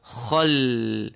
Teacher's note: خا nice and filled, the lam with the sukun is empty